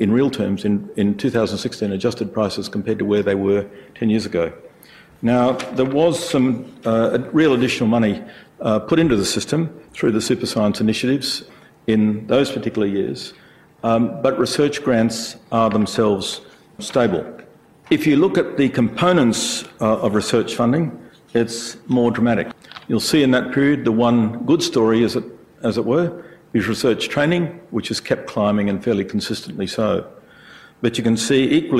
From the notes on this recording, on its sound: IFE Grand Challenge Lecture, recorded 11 August 2017 at QUT